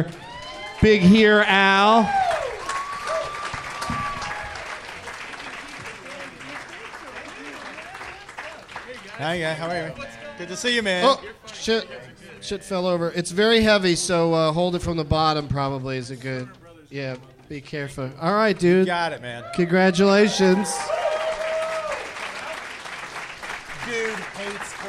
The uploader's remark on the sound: Live in Portland